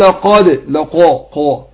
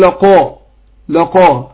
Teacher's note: هو اللام مش لي، يبقى باين الفتح اللي في اللام لقى، والقاف مفتوحة هنا هتاخد يعني درجة عليا في التفخيم، يعني اعلى درجات تفخيم المفتوح الذي بعده الف، دي تاني